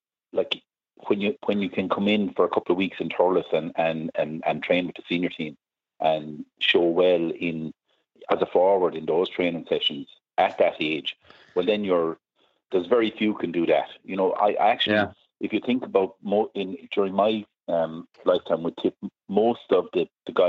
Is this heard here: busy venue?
no